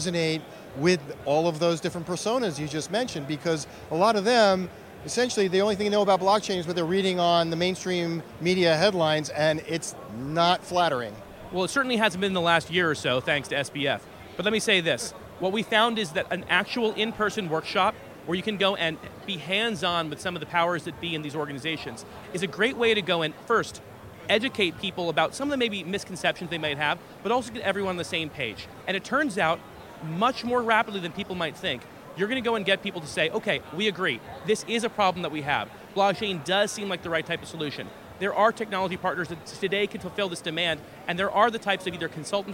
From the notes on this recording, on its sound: The interview took place at the Consensus 2023 conference in Austin, Texas